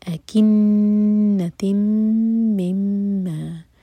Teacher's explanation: نون مشدد اور میم مشدد پر غنہ کیا جائے گا. نون کو ہول کریں گے اور پھر دونوں جگہ پر میم کو ہول کریں گے.